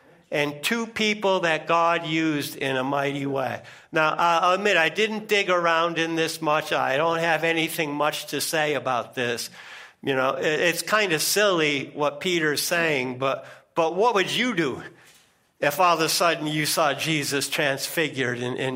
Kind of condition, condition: setting, large echoing room